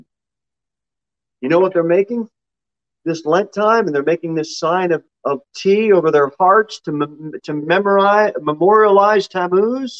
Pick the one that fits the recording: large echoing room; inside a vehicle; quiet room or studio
large echoing room